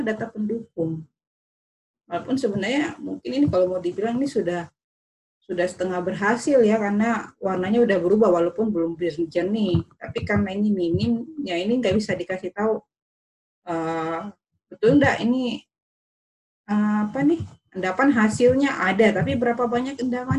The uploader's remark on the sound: zoom meeting